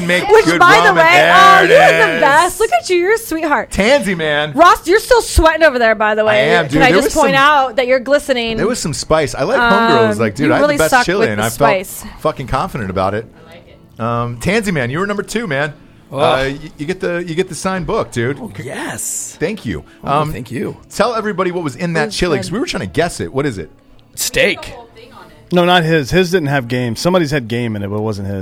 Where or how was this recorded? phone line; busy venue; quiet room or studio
busy venue